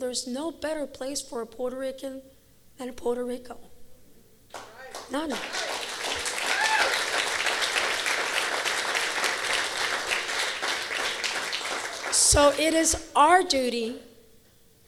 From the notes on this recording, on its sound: Visited Holyoke during the celebration of Holyoke Innovation Week, and offered a public session of questions and answers with the community at Gateway City Arts. This is the recording of the event.